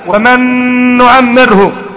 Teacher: النون الأولى ذهبت ذاتها وذهبت صفتها أيضا، ونطقت أنا بالحرف الثاني حرفا واحدا مشددا كالثاني، إذن أنا نطقت الغنة هنا، الغنة الثانية، الثانية. · Term: إدغام كامل